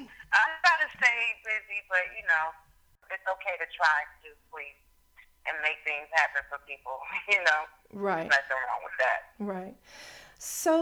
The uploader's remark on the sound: chats on the phone